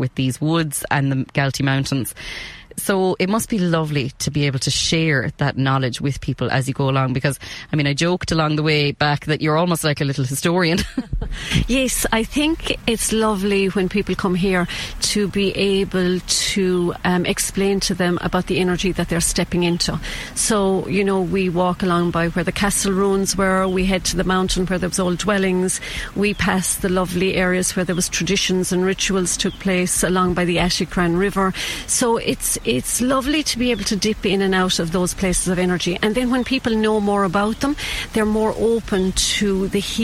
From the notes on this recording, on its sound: We go on a yoga walk in the Galtees. Went on a yoga walk up the Galtee Mountains.